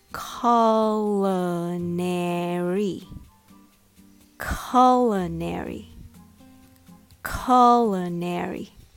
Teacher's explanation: It's all about hitting that first syllable, cul, with a little more emphasis and keeping the rest light.